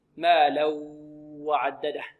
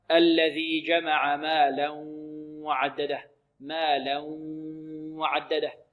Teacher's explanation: مالا هذه مرققة كلها، مالا وعدده. التنوين في الواو إدغام بغنة · Shown in: second take